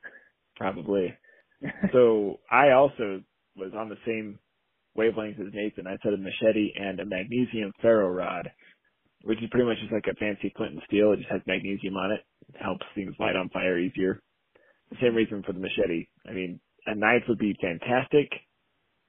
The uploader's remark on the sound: Audio for this episode was recorded via phone call and is not our typical quality